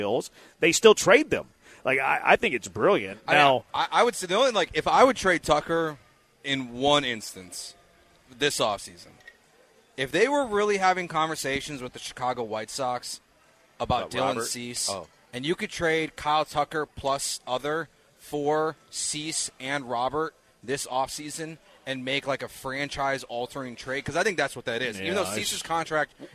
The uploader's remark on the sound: LIVE from The Tailgate!